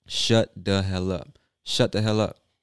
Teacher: word with TH that becomes a soft D sound